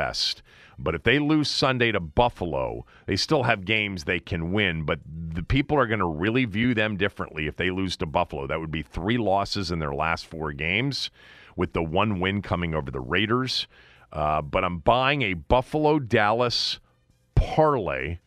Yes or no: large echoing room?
no